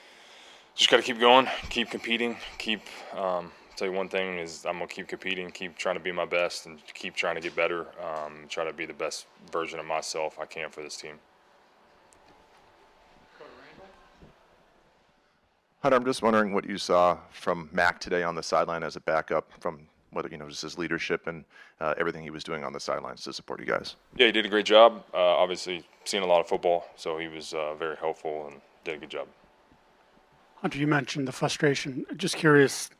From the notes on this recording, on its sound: Addresses the media during his postgame press conference. At Gillette Stadium.